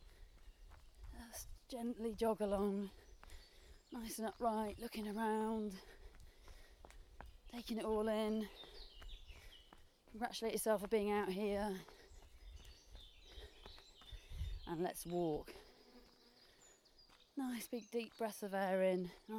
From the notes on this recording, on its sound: Recorded in the woods around where she lives, not only will you get to hear the birds chirruping in the background. Running in real time, muddy puddles and all.